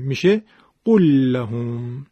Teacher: میایم لام قول رو که ساکنه حذف میکنیم، به جاش لام لهم رو تشدید میدیم، میشه قول لهم. · Term: ادغام